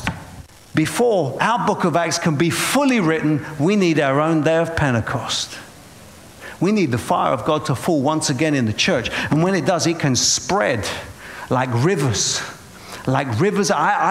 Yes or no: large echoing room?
yes